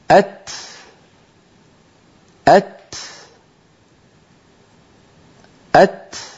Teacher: الهمس نفس يتبع حرف التاء كما نطقته